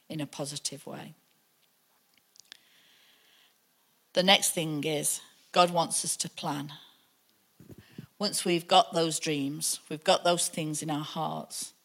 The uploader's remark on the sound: Recorded live at the Chesterfield Campus this is the message from the morning service on the 30th June 19.